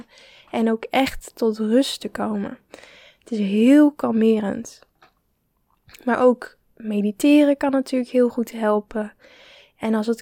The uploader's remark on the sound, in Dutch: Ik hoop dat de audiokwaliteit goed is, het waaide nogal hard! Ook ben ik verkouden geweest, dus mijn stem is nog niet 100% de oude.